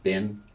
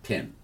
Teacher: b has a gentle closing of the lips, where p has a plosive or rapid separation of the lips with the sound and letting the air escape